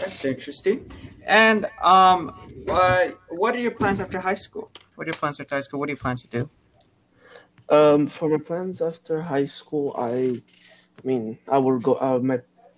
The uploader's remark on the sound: connectivity issues occurred as to why there is a small echo in the background